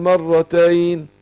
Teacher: ما اقول ايه مرتين الحرف اللي قبل الموقوف عليه مفتوح. حرف لين لين الياء ساكنة وما قبلها ايه مفتوح · Term: لين عرض للسكون